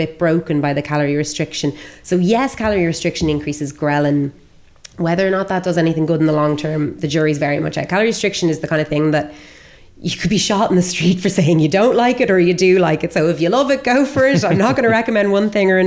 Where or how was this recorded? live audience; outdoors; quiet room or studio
live audience